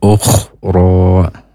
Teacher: kho-nya mendengkur, jangan sampai menjadi huruf ghoin, atau menjadi huruf kaf